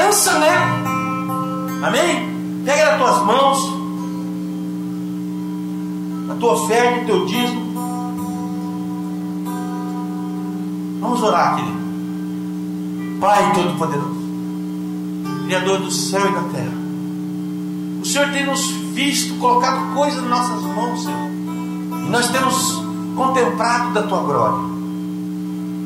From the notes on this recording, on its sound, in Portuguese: Ministração na Igreja Brasa Viva Eldorado II